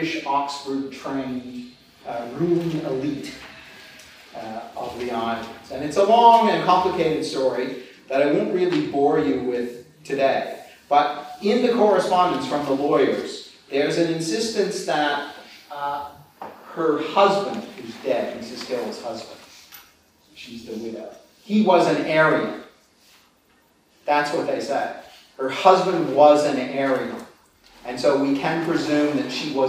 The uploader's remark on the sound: This paper was given on 7 March 2013 at the German Historical Institute London as part of the European Leo Baeck Lecture Series London, 2013.